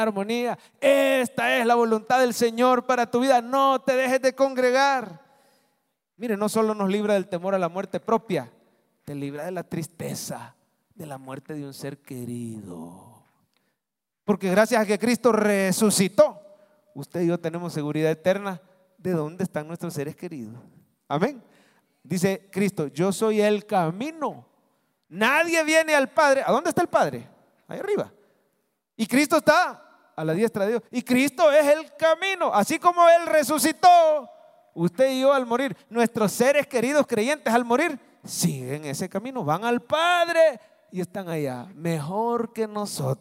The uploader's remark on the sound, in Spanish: Mensaje predicado en vivo desde el Centro Familiar de Adoración, Viernes Santo 2023